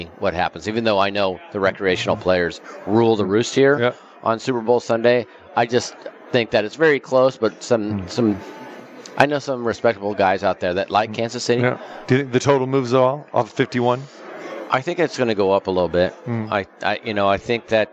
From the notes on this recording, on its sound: Live from the Superbook - Super Bowl Festivities.